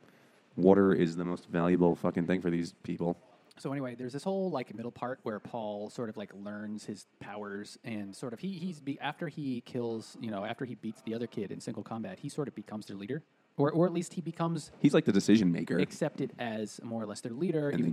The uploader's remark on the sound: The Rockaway Brewing Company ‘s tap room in Long Island City, Queens